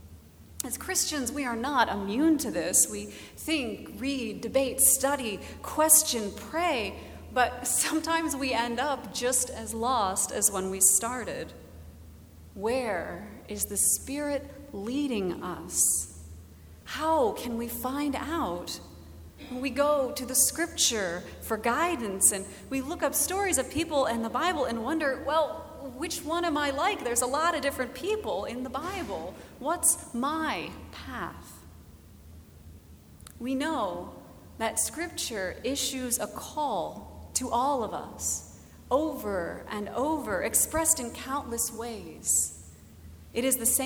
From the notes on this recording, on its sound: Recorded August 13, 2017 at Trinity Presbyterian Church in Bixby, Oklahoma.